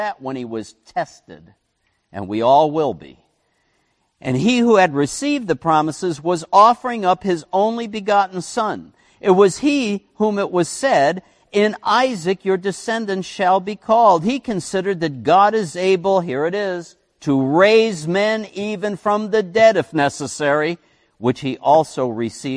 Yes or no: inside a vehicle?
no